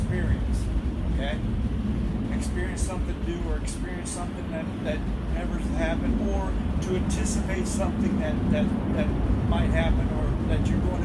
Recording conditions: poor sound quality